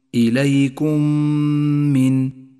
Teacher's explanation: أن ندغم الميم الأولى بالميم الثانية فتصيرا ميما واحدة مشددة تحتاج إلى غنة زمنها حركتان، ولذلك لونت باللون الأخضر إشارة إلى موقع الغنة. رابعا، لاحظ · Term: الإدغام الشفوي